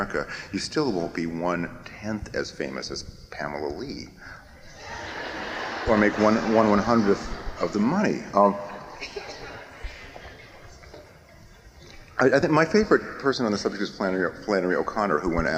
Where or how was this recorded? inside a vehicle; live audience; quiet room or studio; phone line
live audience